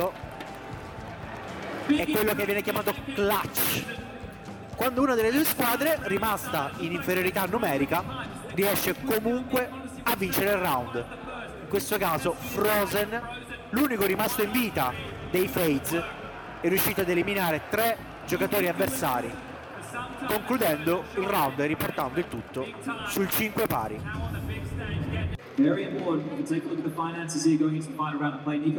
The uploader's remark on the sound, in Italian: Sono stato a Katowice per raccontare dal vivo l’esports dell’Intel Extreme Masters